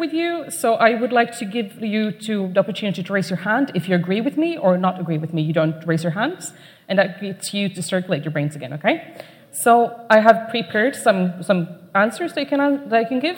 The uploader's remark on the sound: Keynote at SRHE Annual Research Conference 2017